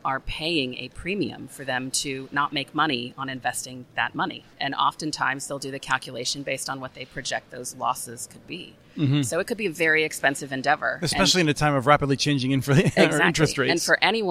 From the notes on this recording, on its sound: This week’s podcast comes from the Fiber Connect 2022 conference held in Nashville, Tennessee last month